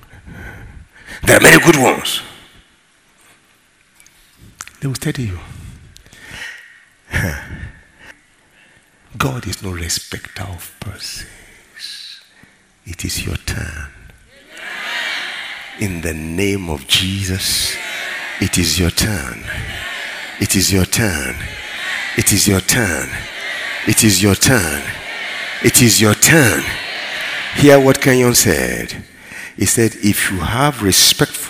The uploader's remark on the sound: ministering during Word Explosion Conference on 21-04-2019 (Easter Sunday)